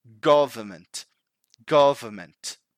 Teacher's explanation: remember, the emphasis is in the first syllable.